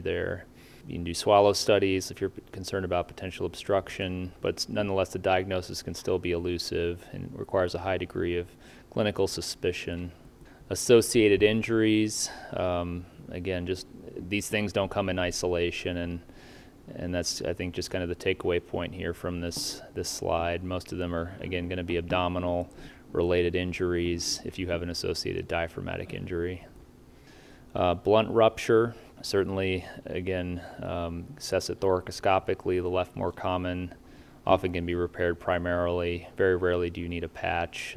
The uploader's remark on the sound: recorded Saturday, September 11, 2021, during the CORE conference in Salt Lake City, Utah - USA